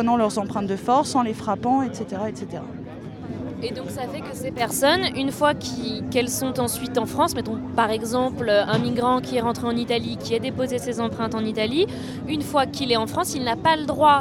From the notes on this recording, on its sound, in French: À l'antenne de Radio Debout. À l'occasion de la marche contre les violences policières. Nous vous rediffusons ce plateau enregistré en direct de la place de la République.